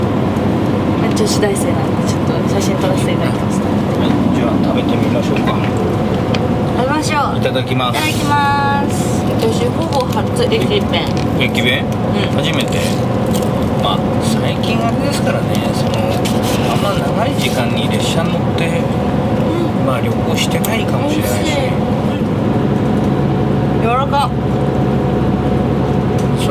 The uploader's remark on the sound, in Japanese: 実車収録 HC85系で紀伊長島まで行って来ました！